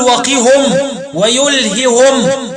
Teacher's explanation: أولا قرأ حمزة والكسائي ورويس وخلف العاشر بضم الهاء والميم وصلا فيقولون وقهم السيئات ويلههم الأمل، وقرأ رويس بإسكان الميم وضم الهاء وقفا